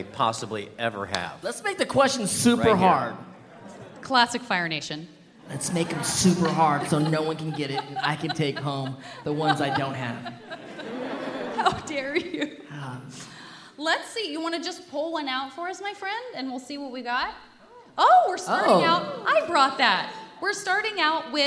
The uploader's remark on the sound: Live From New York Comic Con '21! They are also joined by hundreds of amazing audience members, who made the live experience so incredible and heart-warming.